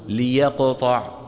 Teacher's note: هي ساكنة في الوصل، هي ساكنة في الوصل، لكن عند البدء لا بد من ايه؟ من تحريكها بالكسر.